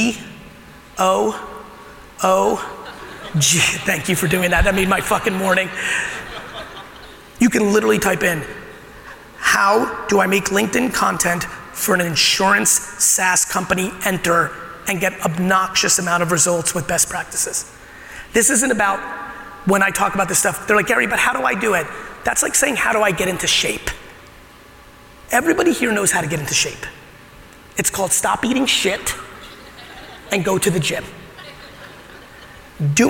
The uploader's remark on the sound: Today's episode of the podcast is my keynote at the ITC Vegas event.